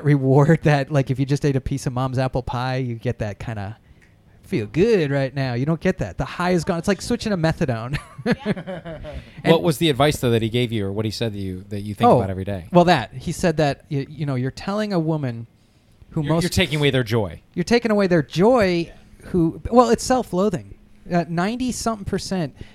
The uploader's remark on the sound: Live from Revival 1869! It was time for another live episode from my favorite old school watering hole, Revival 1869.